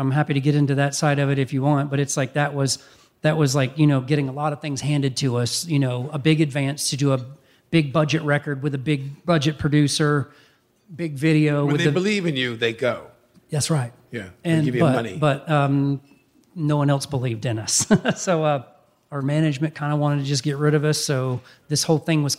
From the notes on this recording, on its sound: taped live last month (just before coronavirus made such gatherings impossible) at the Catalina Jazz Club in Hollywood